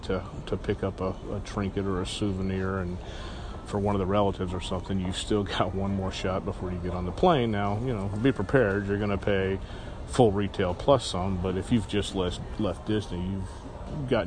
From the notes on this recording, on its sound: An early Monday morning inside the Orlando airport, which is code for lots of background noise.